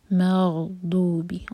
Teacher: غین پر جھٹکا نہیں آنا چاہیے، میم لائٹ ہے اور غین ہیوی. مغضوبی، ضاد کے لیے زبان کی سائڈ اندر دانت کی روٹ میں لگے گی.